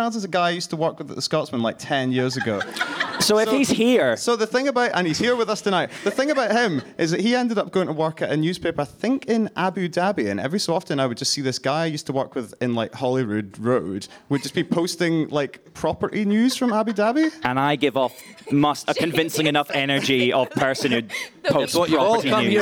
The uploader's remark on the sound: An edition recorded live at Edinburgh International Film Festival 2022. The Cineskinny was recorded in front of a live studio audience. Recorded at Codebase.